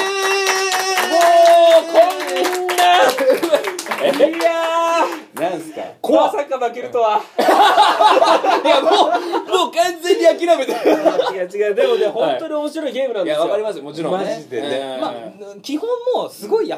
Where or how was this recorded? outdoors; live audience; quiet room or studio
live audience